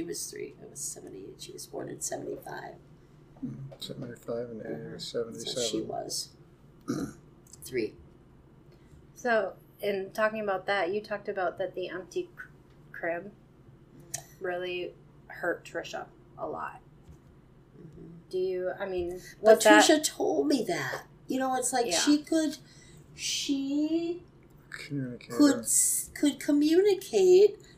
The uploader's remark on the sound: The audio is somewhat rough as we were not in a recording studio, but a cottage.